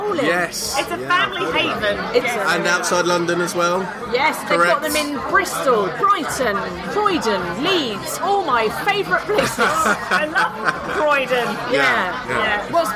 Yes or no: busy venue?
yes